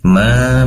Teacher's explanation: ada idgham bi gunnah tanwin bertemu dengan mim. Nafsim, dengungnya, ya, ma matobi'i dua harokat.